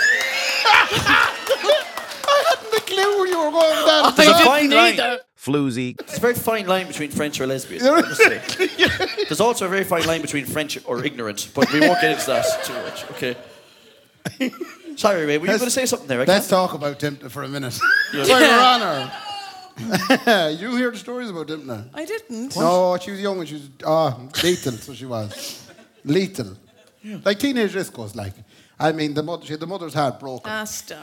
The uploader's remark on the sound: live at Andersons